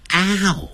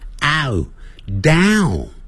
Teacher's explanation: 先念成啊，嘴巴在收